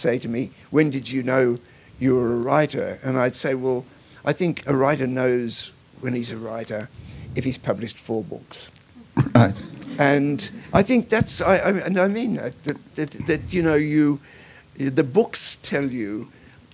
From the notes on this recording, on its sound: This is a live recording from our event.